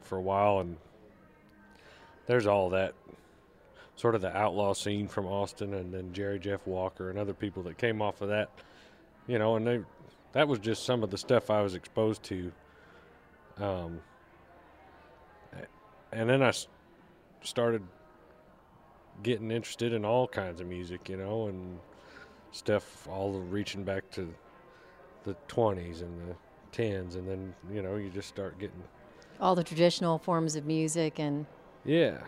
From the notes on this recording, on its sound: live from the 2018 Ameripolitan Awards at the Guesthouse at Graceland